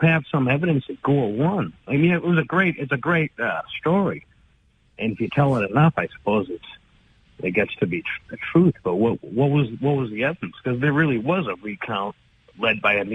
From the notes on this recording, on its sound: takes calls from the audience